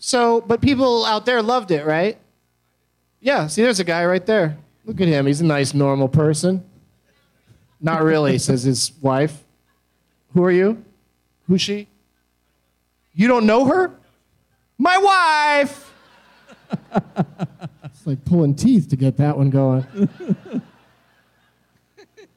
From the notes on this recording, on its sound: Live from the Tampa Improv